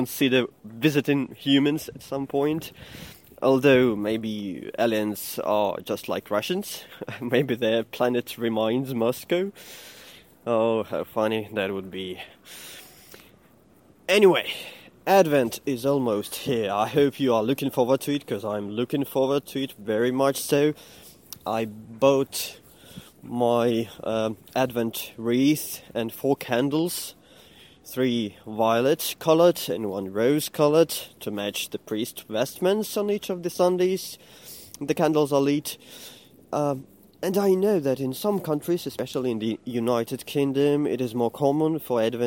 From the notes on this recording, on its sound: In this episode I am walking to my office